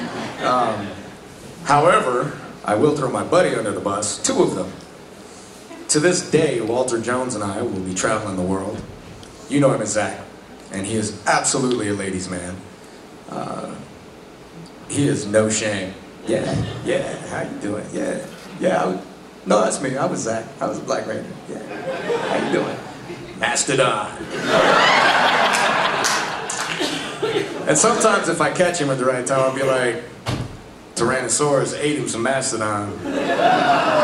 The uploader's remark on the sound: Panel from Pensacon 2016